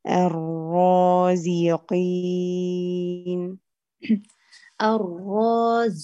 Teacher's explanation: الزاي الآن مهموسة معك، أنا عايزة جهر للزاي